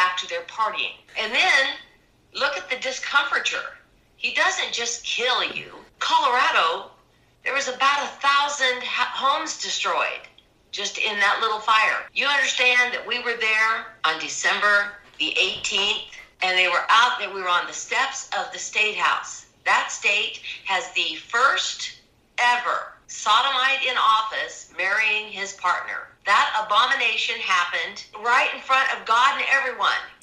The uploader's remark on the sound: Just down the road from where I live here in Kansas. With covid restrictions still in effect. She agreed to a Skype interview. Sounds from Pixabay.